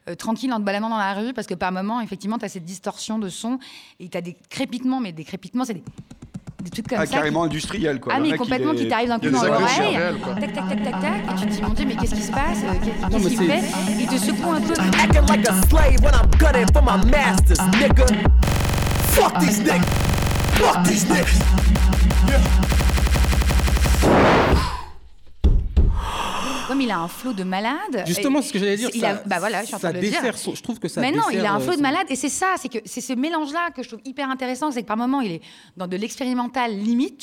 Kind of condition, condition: setting, live audience